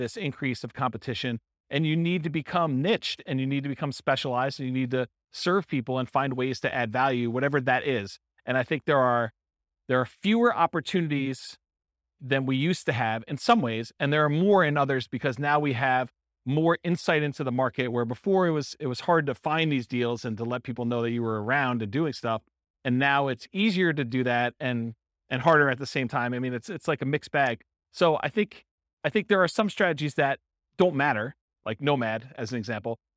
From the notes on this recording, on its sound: This was a live class recorded to give investors a solid qualitative overview of all the different real estate investing strategies. San Antonio, Texas.